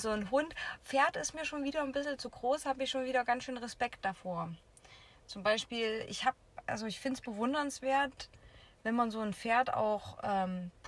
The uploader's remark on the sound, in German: Die heutige Folge haben wir mit einem kühlen Drink, während die Sonne langsam unterging, im Auto aufgenommen.